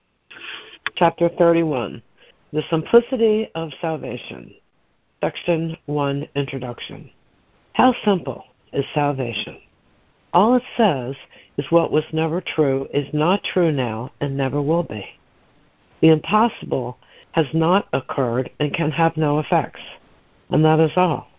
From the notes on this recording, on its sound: ACIM Daily Conference Call.